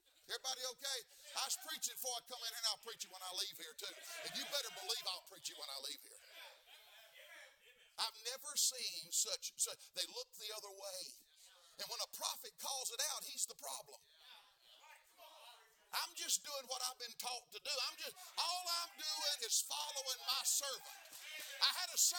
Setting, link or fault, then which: setting, large echoing room